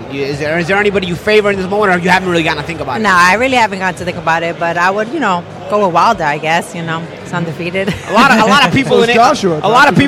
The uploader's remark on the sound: recording live from Barclay's Center in Brooklyn